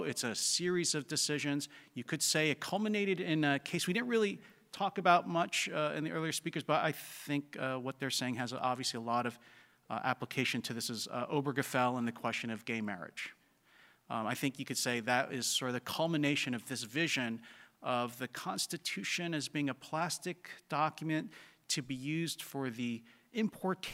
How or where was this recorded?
live audience